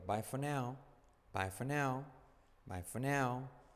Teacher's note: Puedes omitir la R al decirlo rápido.